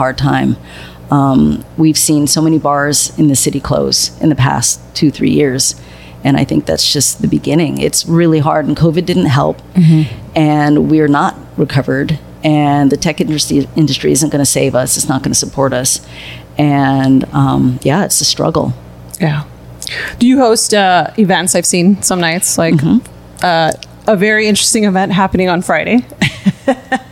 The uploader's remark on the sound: Are on location at Mother Bar located in the historic Mission District of San Francisco.